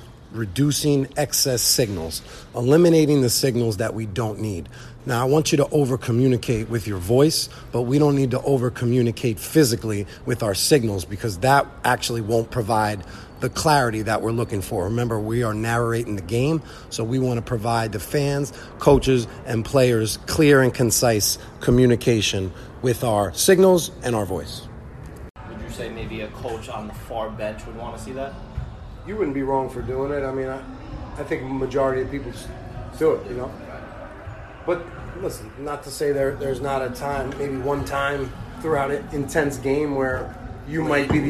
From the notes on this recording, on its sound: Live from: House of Sports. I'm going to be recording the conversations with my partners during time outs, halftime and pre and post game.